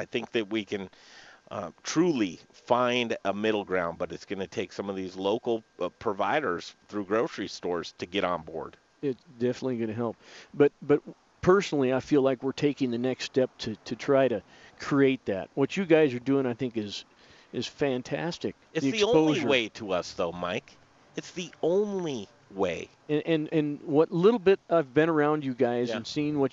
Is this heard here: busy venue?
yes